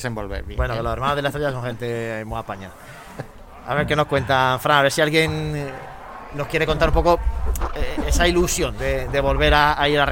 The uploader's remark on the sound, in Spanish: Nos visita en los estudios de Radio Jaén - Cadena SER. Nos trasladamos en directo a la Casa de Hermandad de la Estrella donde se está celebrando el reparto de túnicas y papeletas de sitio.